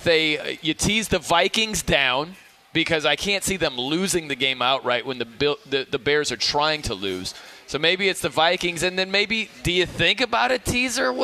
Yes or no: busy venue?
yes